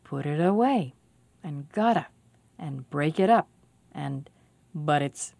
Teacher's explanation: t and d can become r when it's between two vowels and the vowel after isn't stressed